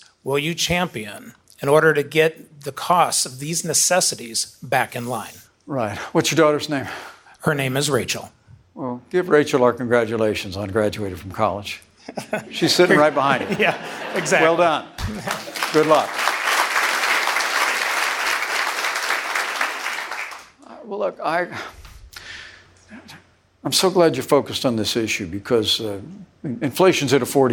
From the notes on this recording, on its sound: CNN Republican Presidential Town Hall. Live from Des Moines, Iowa.